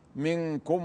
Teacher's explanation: النون مع الكاف إخفاء حقيقي